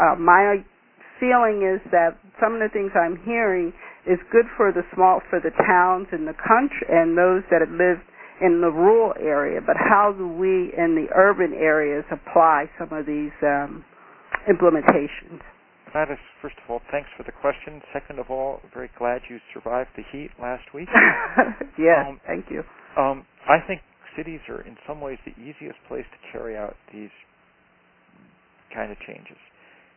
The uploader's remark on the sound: Conference call series. Call recorded on July 28, 2011.